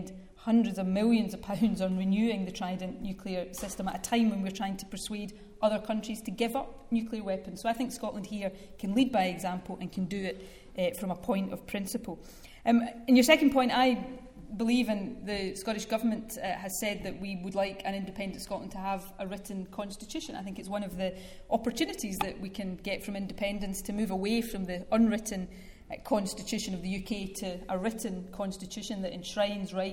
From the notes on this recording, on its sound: Q&A session following her speech at the Academy of Government of the Edinburgh University